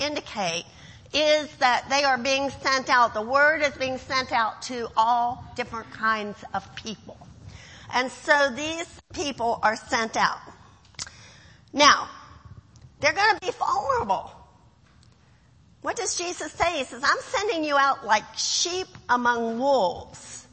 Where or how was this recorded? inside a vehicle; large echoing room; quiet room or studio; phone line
large echoing room